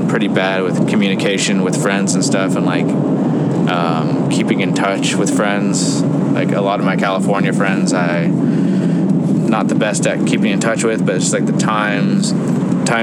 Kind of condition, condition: setting, inside a vehicle